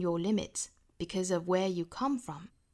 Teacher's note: 这个 your 因为单词里面还有 r 美音是一定要卷舌的